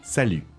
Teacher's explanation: Just notice that you don't pronounce the T at the end.